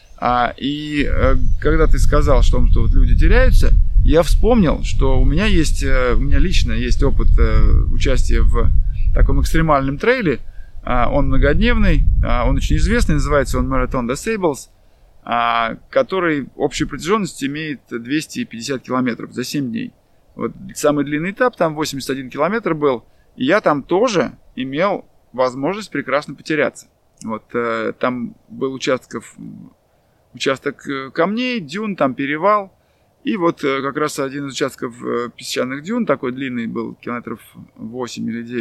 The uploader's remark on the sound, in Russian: Записывали мы его прямо в лесу под звуки природы.